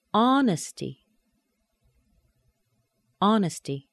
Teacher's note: Notice the TY is a shortened vowel sound, but it's a weak syllable.